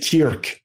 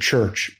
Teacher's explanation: And I think some thick Scottish accents, like they say kirk instead of church. The kirk, the k sound hasn't turned into a ch like it did down south · Shown in: first take